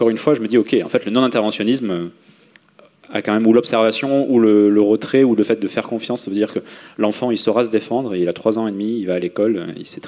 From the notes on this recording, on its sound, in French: Au festival Babes Day. Lors de l’un des talks du Babes Day, le festival féministe organisé par notre association Babes Voices.